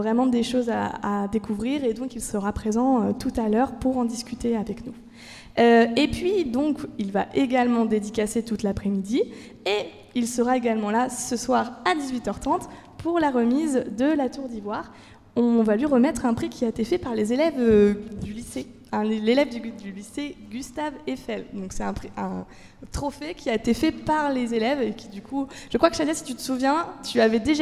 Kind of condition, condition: setting, busy venue